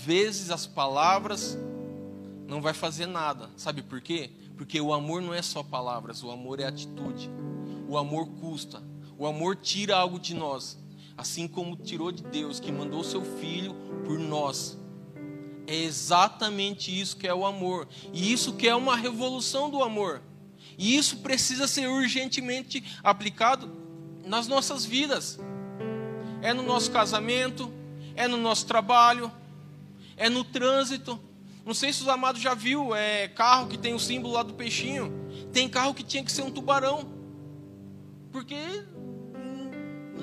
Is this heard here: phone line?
no